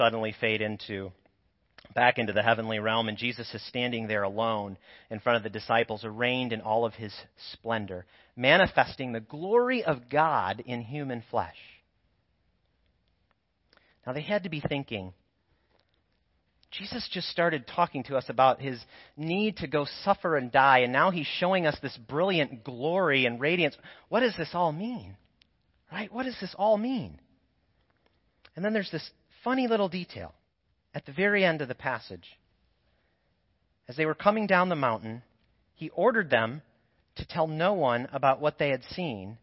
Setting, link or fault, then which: setting, large echoing room